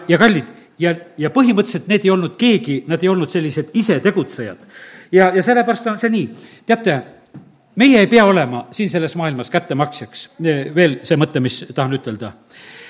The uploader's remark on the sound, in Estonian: Audio salvestus koosolekult